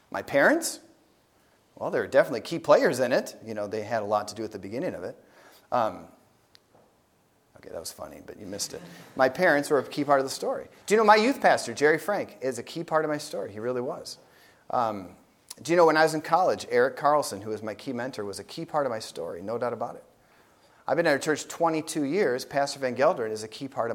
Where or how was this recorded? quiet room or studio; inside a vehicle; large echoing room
large echoing room